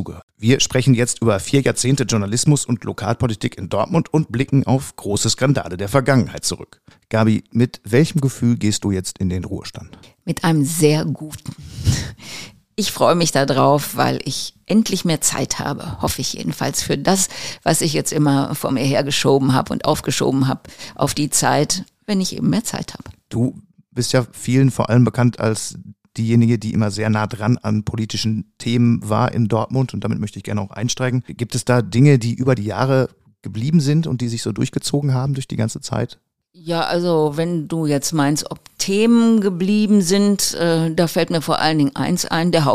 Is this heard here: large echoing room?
no